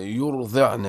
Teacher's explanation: يرضعنا سيدي حكمها التفخيم لأن ما قبلها مضمون